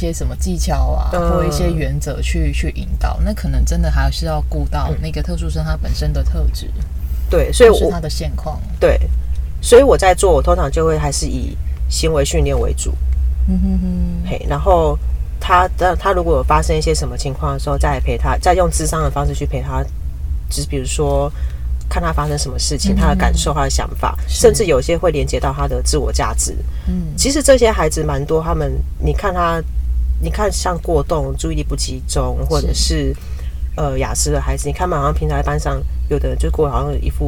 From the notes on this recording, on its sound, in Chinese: 是坐在車子裡錄音，因此除了蟲鳴鳥叫和經過的機車聲之外，也還有車子內皮革的聲音，錄音品質不佳，還請聽眾朋友多多見諒。